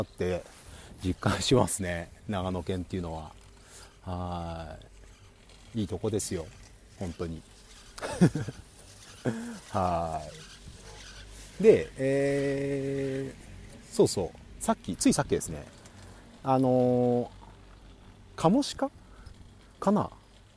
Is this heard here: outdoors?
yes